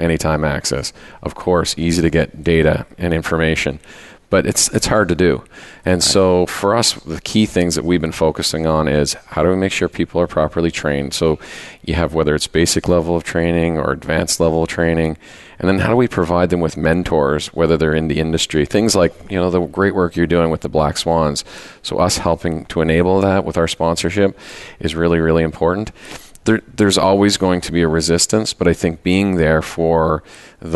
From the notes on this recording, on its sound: Live Broadcast at the The IPBC IGNITE Conference.